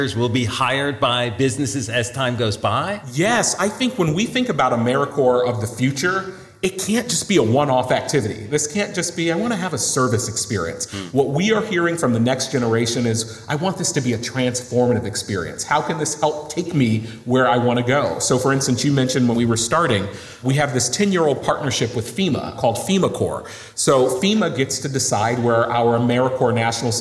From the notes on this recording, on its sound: Live at the Social Innovation Summit. Speaking live at the 2022 Social Innovation Summit in Washington, D.C.